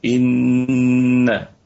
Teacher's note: طيب إن الله إن الهمزة همزة محققة في البدء والوسط والنون مشددة في أعلى درجات الغنة ونقف على الكلمة بالغنة الكاملة